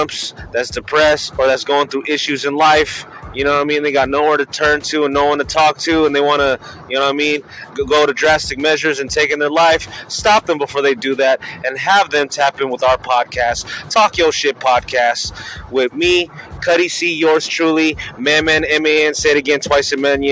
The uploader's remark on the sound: a quick segment talking their shit WHILE DRIVING